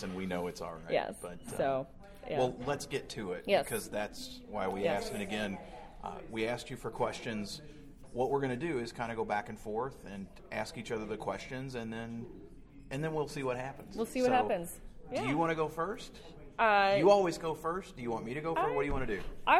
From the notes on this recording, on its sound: sat down face to face with a microphone LIVE from SHRM18 in Chicago, IL!